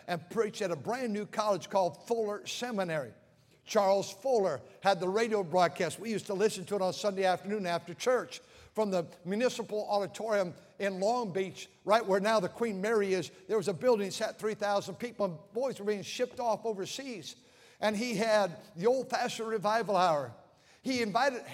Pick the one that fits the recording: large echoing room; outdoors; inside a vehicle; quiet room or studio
large echoing room